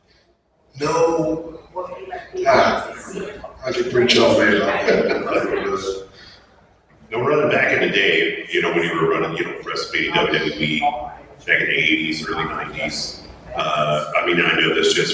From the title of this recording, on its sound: OHIO FAN FEST 2022 PANEL